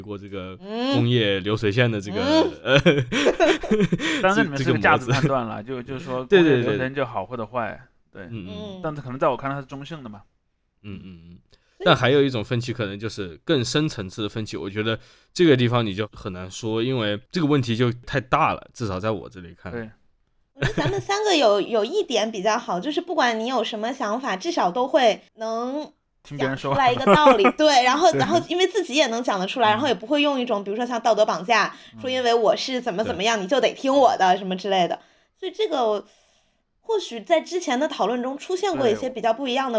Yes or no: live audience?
no